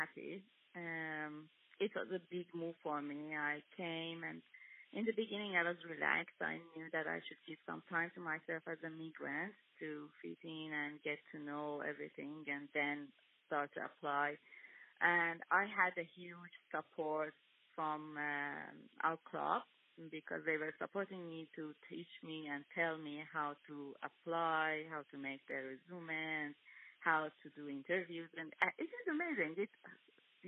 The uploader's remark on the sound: Telephone interview originally aired on 94.1FM 3WBC.